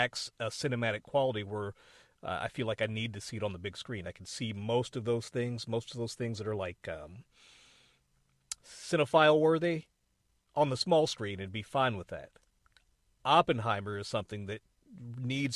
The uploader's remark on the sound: A quick and dirty episode that I recorded in my car.